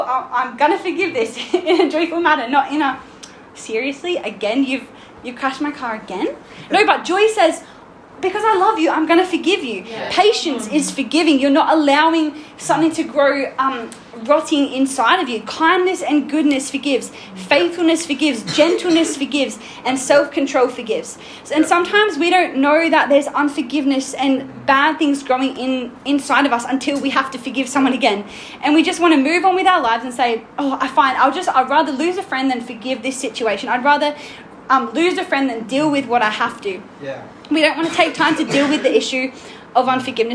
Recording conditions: live audience